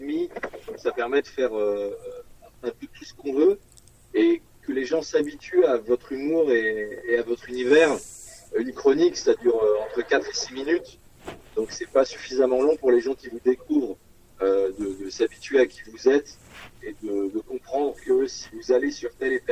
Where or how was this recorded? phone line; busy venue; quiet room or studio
phone line